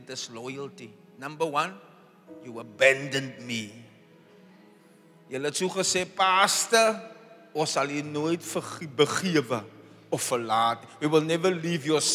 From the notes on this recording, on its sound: Preached on Resurrection Sunday, at Zion Sanctuary, Cape Town on the 9th April 2023.